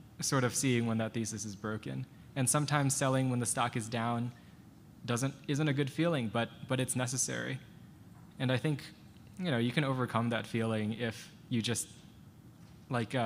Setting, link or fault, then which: setting, busy venue